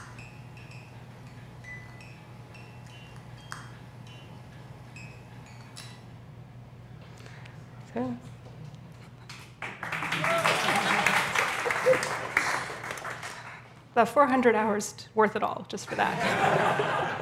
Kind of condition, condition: setting, busy venue